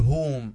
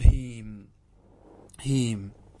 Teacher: نكسر الهاء التي هي الفاء، نكسرها فنقول هيم · Shown in: second take